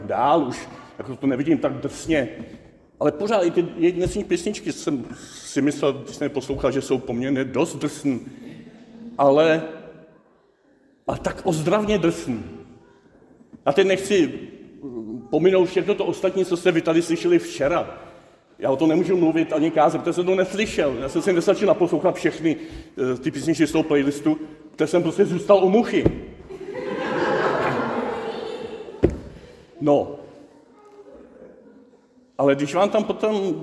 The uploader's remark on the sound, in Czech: ze závěrečné bohoslužby hudebního festivalu Holostok 2023